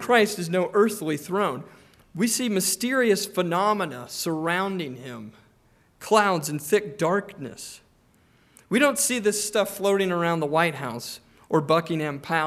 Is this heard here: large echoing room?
yes